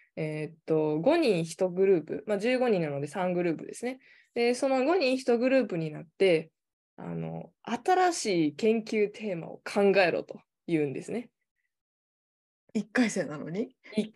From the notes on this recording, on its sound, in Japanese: 収録場所： オンライン (Zoom)